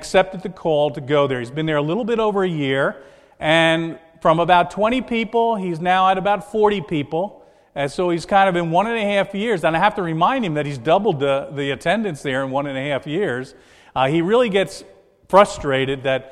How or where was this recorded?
large echoing room